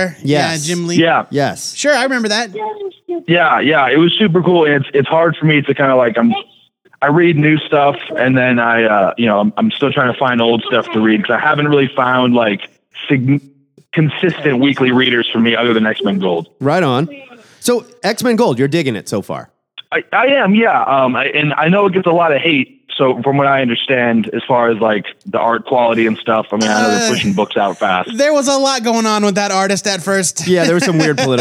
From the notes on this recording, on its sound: We open up the phone lines